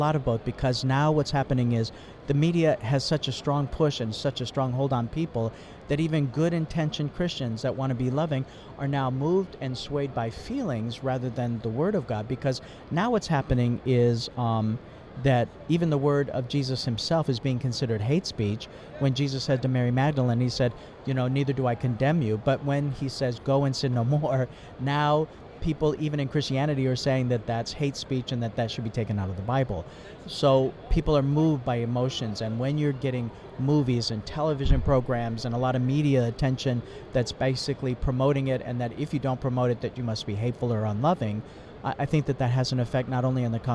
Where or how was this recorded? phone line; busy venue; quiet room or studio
busy venue